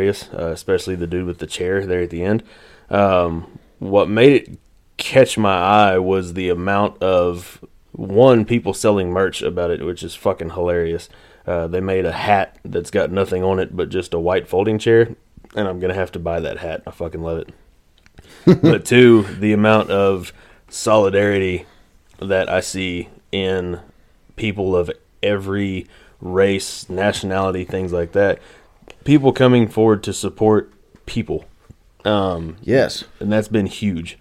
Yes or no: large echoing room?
no